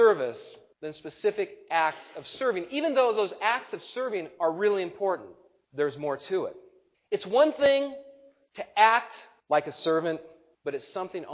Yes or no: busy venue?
no